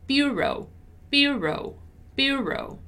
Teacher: Notice that in bureau, my stressed syllable is bu